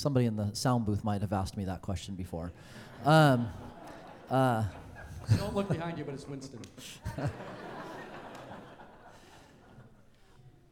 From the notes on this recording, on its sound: Questions about this topic from the audience.